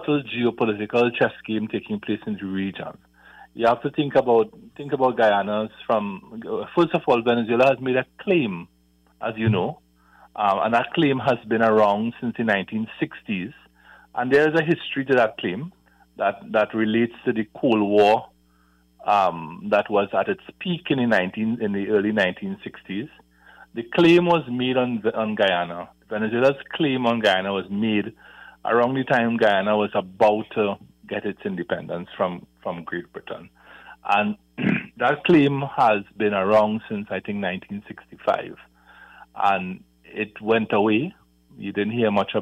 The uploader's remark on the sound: During this hour we take calls from our audience